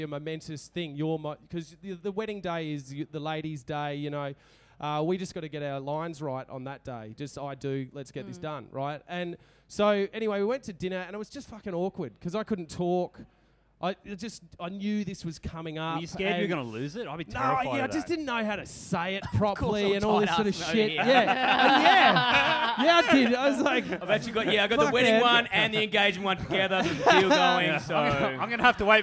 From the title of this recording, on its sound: SYDNEY LIVE